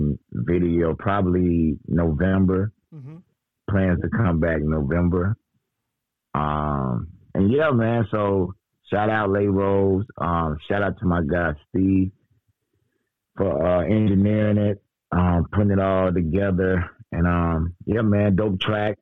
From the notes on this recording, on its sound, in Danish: Interviewet er på Engelsk optaget 25 aug 2023 på en sketchy telefon line